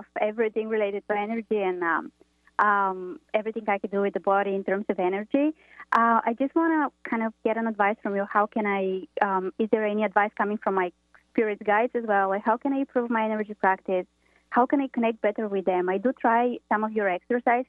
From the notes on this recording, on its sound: taking call in questions from around the country